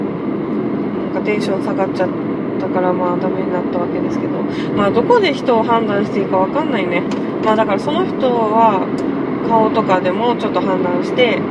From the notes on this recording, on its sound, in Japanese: 初めての収録、、、車の中で録音したのでところどころうるさいです。